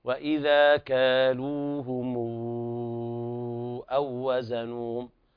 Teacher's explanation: وإذا كالوهم أو وزنوهم، هنا طبعا صاحب المد غنة، والغنة تخرج من الخشوم، أما المد ليس يخرج من جوف الحلق، فهنا صاحب المد غنة، وهذا طبعا خطأ. الصواب ضم الشفتين ضمة كاملة مع عدم الغنة في المد. وإذا كالوهم أو وزنوهم، لا تقل وإذا كالوهم، هذا طبعا لحن، فالمد خرج من مخرج غير مخرجه.